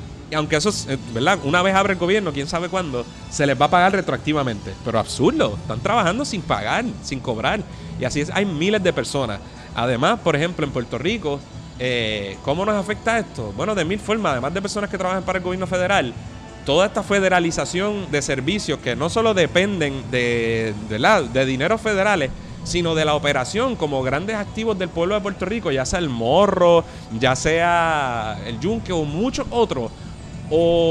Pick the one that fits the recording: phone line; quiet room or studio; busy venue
busy venue